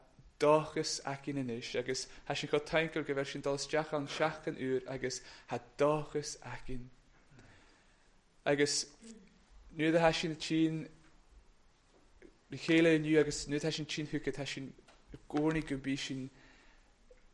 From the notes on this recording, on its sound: recorded at North Harris Free Church Sunday morning 19 September 2021